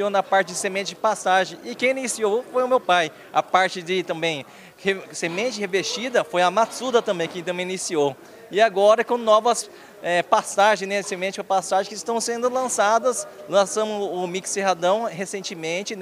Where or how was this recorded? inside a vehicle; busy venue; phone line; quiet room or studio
busy venue